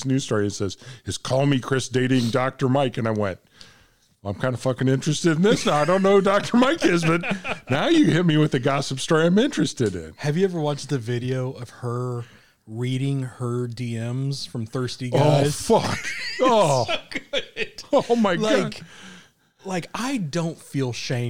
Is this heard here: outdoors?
no